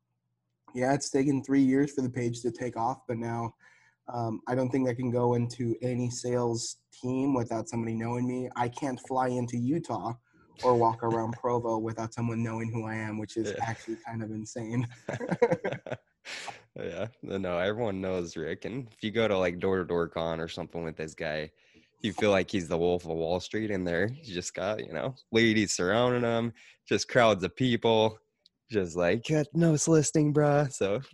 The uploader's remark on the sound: We're just in key west Florida hanging out at the knock event. Just hop on the zoom and finally making it happen.